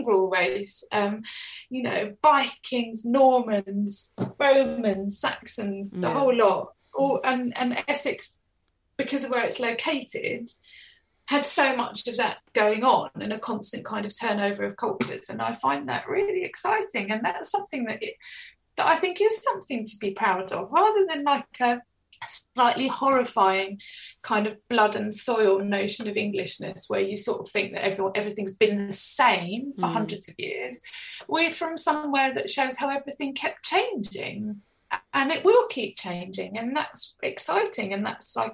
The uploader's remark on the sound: Get her on the Zoom, for a natter.